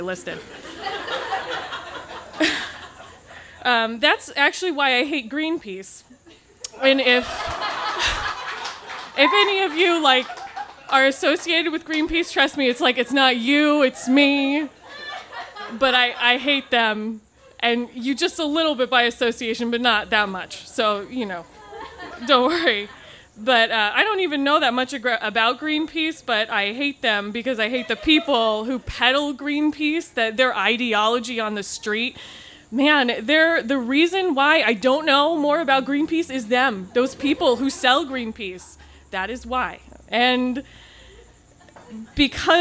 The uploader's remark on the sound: This story was recorded live on 12 September 2017 at Tiger!